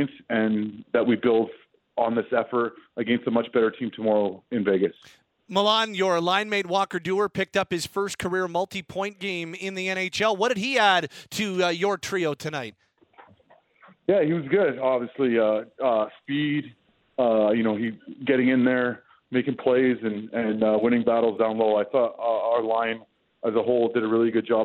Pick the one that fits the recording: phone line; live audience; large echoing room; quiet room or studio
phone line